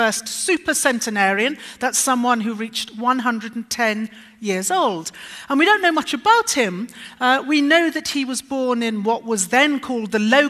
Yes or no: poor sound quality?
no